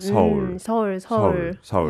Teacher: if you say it quickly, it almost sounds like one syllable